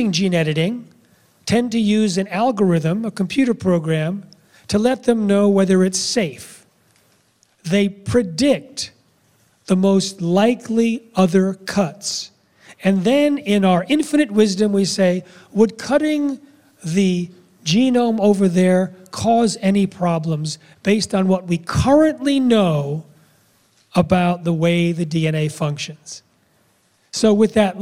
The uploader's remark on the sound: speaks to an audience at the Real Truth About Health conference